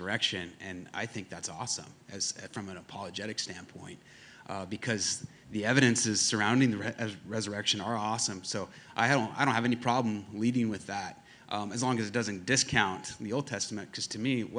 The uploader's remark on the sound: Panel Discussion at Rock Hill Conference.